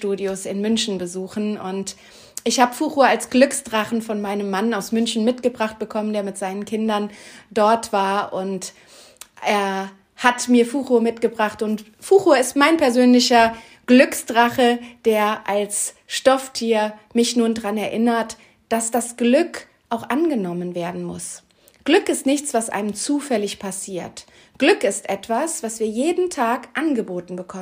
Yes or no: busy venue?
no